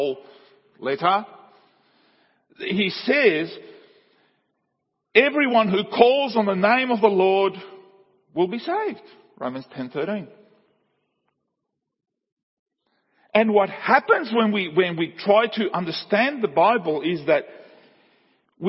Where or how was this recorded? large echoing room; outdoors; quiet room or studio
large echoing room